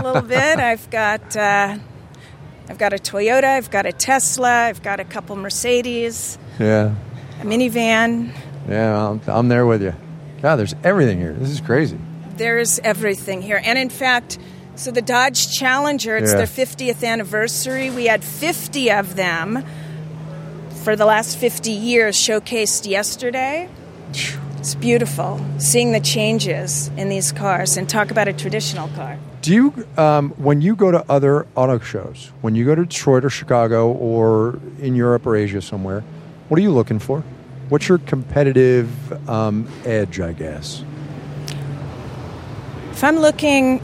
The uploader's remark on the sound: She talked with us from the show floor.